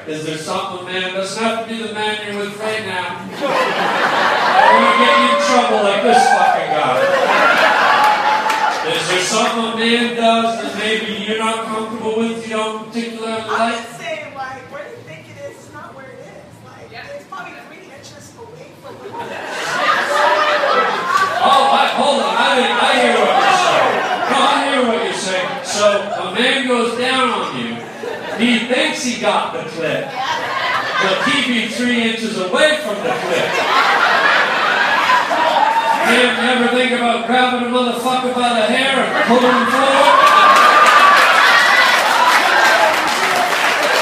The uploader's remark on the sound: DIRTY LIVE COMEDY. A dirty, dirty crowd. Nutty phone call from a listener.